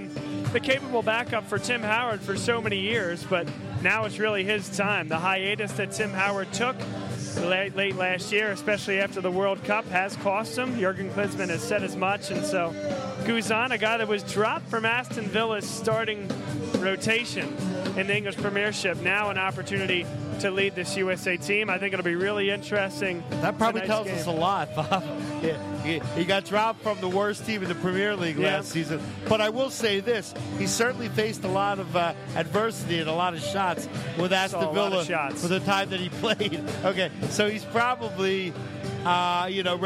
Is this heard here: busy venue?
yes